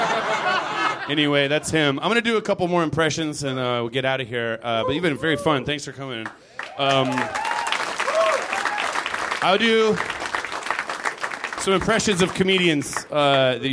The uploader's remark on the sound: Live from the NerdMelt Showroom, it's the third Nerdist Podcast Stand Up Cluster.